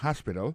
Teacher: accent tombe sur le premier syllabe là, il y a trois syllabes